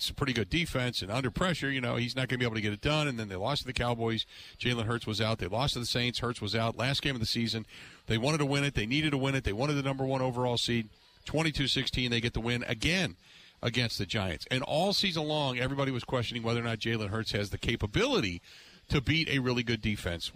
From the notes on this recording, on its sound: live from the New Berlin Ale House